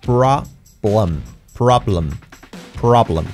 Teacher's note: Luego la L es fuerte y prácticamente la E se la come. No es problem, es problem.